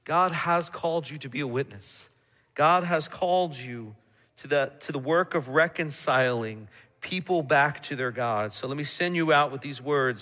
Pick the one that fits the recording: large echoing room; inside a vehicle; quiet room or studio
large echoing room